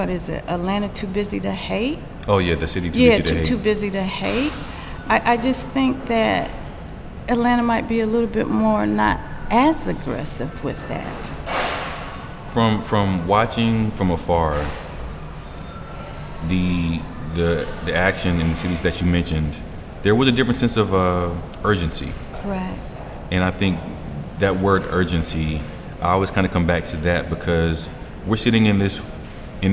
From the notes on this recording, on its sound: Recorded live at Gallery 72.